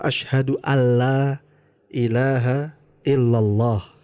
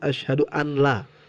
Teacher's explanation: Untuk pengucapan yang benar itu ashadu alla ilaha illallah. Jadi tidak dibaca huruf nunnya. · Shown in: first take · Jadi memang kalau dalam tulisan itu ada huruf nun, nun mati bertemu dengan lam. · Term: idgom bilaguna